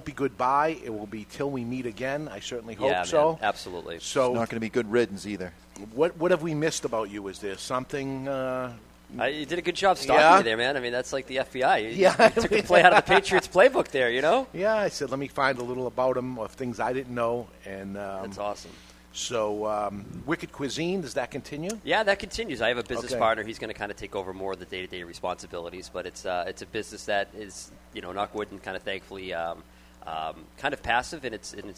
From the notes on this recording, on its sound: Live from Two Guys Smoke Shop in Salem, NH